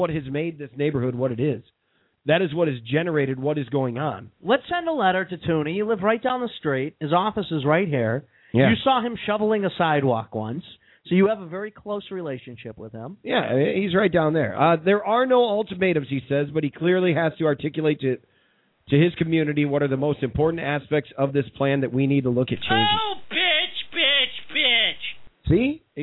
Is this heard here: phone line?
yes